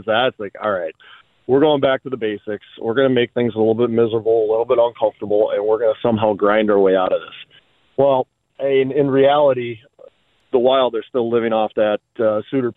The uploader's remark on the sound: Is down with the sickness but still joins by phone.